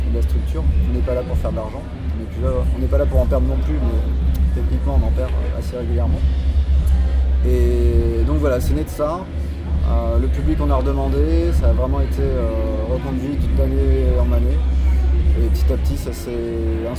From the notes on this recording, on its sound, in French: Entretien enregistré en décembre 2015 lors des rencontres TransMusicales de Rennes.